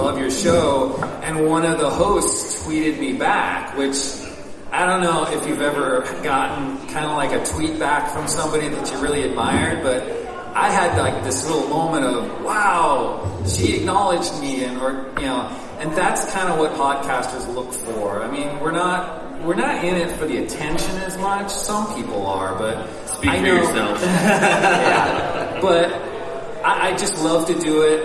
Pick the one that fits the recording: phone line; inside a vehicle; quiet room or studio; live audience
live audience